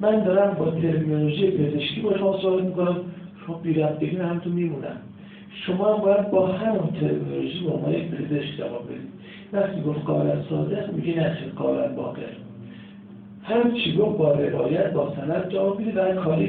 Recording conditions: poor sound quality